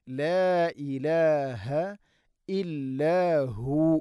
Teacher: ലാ ഇലാഹ മദ് മുൻഫസിലാണ്, നാലോ അഞ്ചോ ഹർക്കത്തിൻ്റെ ഖദർ നീട്ടാവുന്ന മദ്. ലാ ഇലാഹ ഇല്ലാഹു, അവിടെ വഖഫ് ചെയ്യുമ്പോൾ ഇല്ലാഹു എന്ന് പറഞ്ഞു, ഇല്ലാഹുവ എന്ന് വഖഫ് ചെയ്യേണ്ടതില്ല.